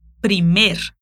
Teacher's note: A parte mais forte dessa palavra é mer